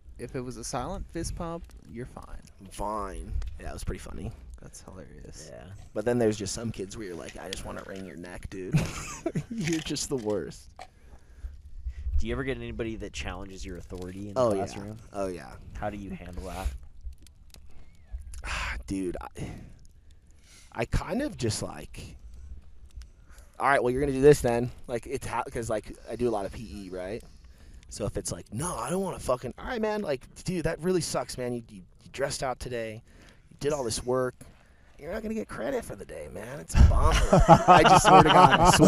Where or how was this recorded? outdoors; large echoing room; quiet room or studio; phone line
outdoors